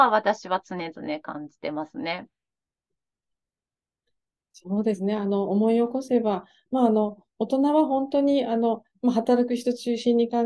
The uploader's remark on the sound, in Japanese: 収録場所： オンライン (Zoom)。